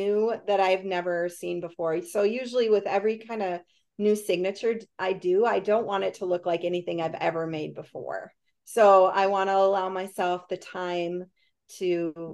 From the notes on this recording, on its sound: A Zoom sit-down conversation